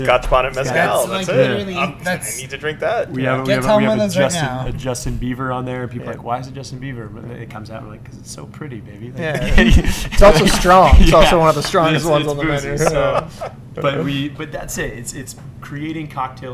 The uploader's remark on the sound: Live from Midnights Brooklyn